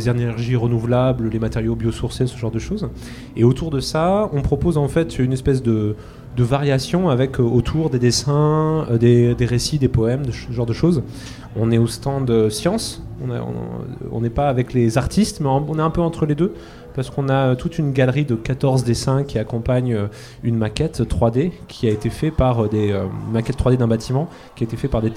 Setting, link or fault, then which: setting, busy venue